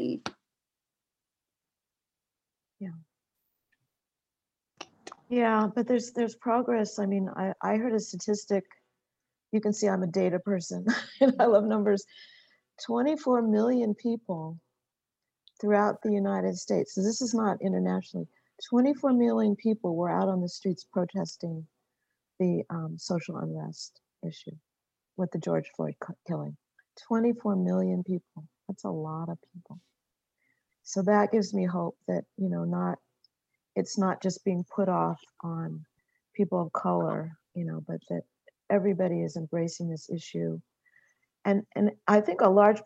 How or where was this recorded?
video call